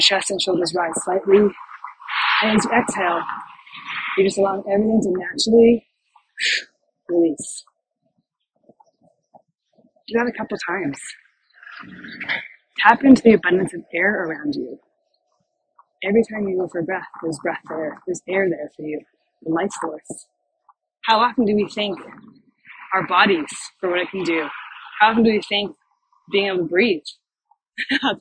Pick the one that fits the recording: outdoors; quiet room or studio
outdoors